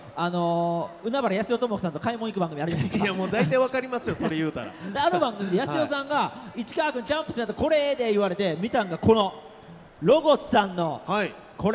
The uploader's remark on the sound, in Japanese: 公開収録 in ららぽーと門真・三井アウトレットパーク大阪門真。